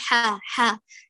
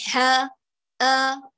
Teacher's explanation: لأن الحاء الممدودة الآن مهموسة بينما فتحها والألف مجهوران · Shown in: second take · فأنت مطالبة أن تفصلي بينهما، لأن أغلب الأخطاء لما يكون الممدود مهموسا تجد القارئ تقول حا حي حو، فتجر الهمس الذي في الحرف الممدود إلى الحركة، وكذا حرف المد فيضعف. · Term: مجهورة الفتحة